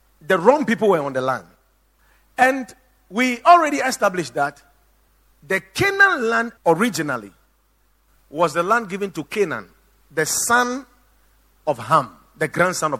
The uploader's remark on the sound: Preached at The Watered Garden Church